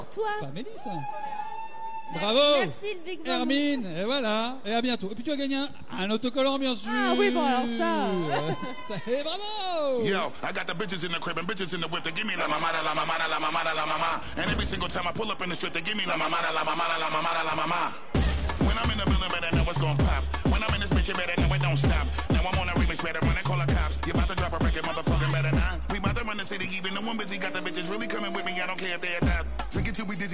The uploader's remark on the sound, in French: Emission Live "Marché de Léon". En direct du Marché de Léon.